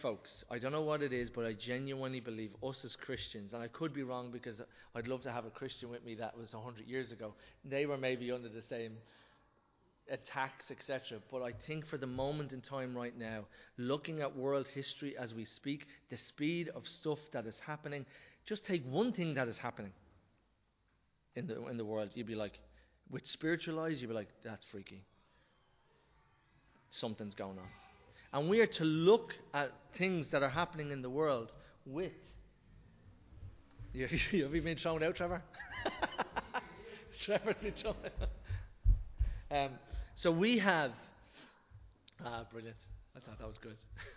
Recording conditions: large echoing room